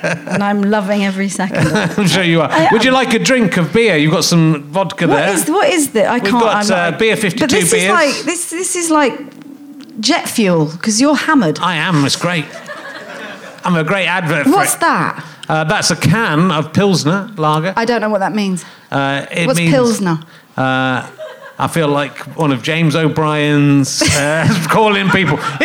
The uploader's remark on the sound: Leicester Square Theatre Podcast. He meets some men who work in IT in his audience.